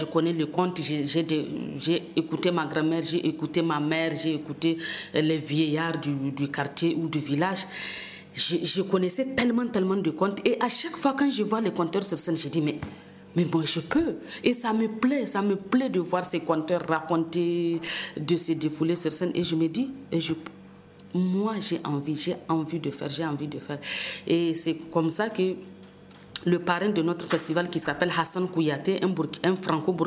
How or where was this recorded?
busy venue